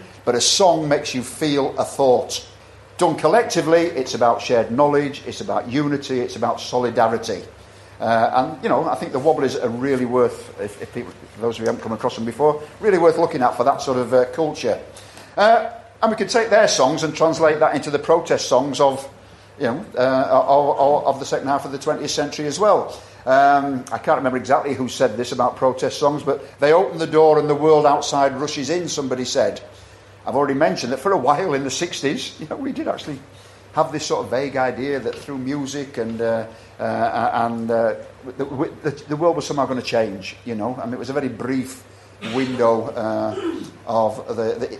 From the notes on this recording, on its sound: recording from the 2023 Aotearoa | New Zealand Federation of Socialist Societies conference